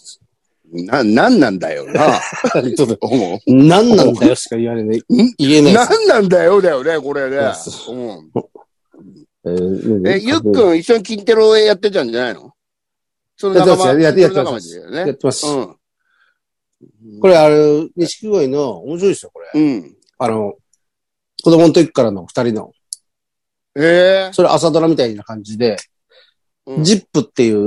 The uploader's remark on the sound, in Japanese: ZOOMで収録